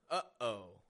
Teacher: You are using your glottis, a muscle in your throat, to stop the sound in the middle. Uh-oh. We use that same glottal stop when we are making final stop T sounds.